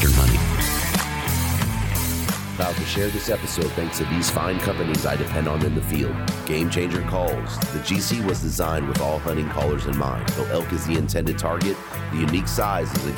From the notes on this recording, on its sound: Live From Hunt Expo 2020. Next in the Hunt Expo live episodes from the Initial Ascent Mountain Dude table.